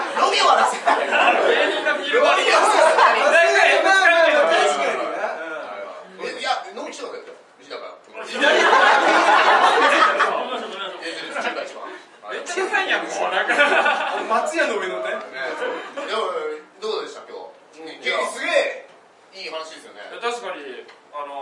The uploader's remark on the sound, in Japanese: 公開収録ライブ